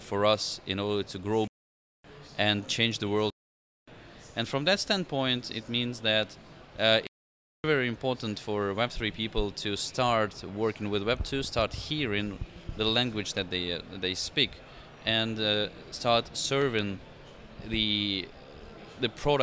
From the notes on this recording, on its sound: Live from Consensus 2023!